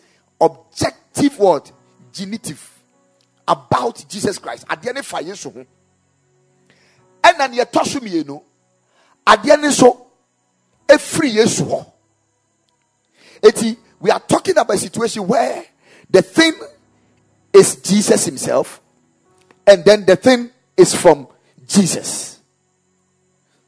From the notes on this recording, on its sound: Preached at the Kingdom Sight Service.